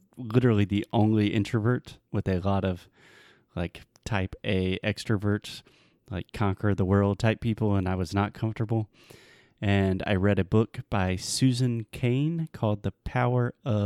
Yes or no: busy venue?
no